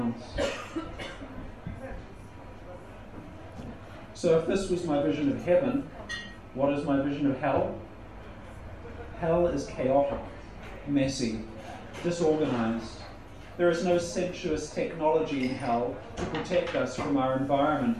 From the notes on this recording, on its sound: A spoken word performance recorded at Open Studio in Melbourne December 2015.